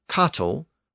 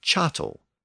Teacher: the Norman dialect of French often retained that hard K sound at the beginning of certain Latin words · Shown in: first take · So from capital, Norman French had cattel, where Old French spoken around Paris had chattel.